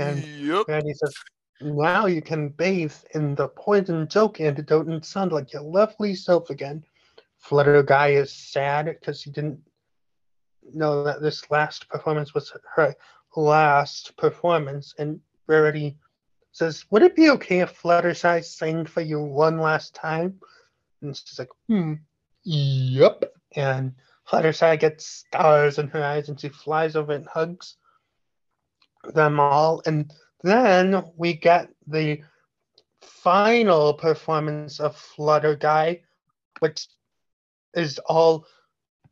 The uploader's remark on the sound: Sorry about the lag we were recording this podcast virtually.